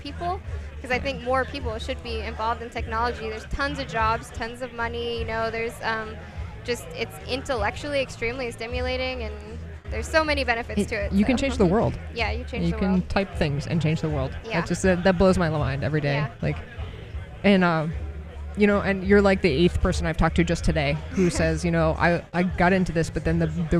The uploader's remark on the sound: Live from LFNW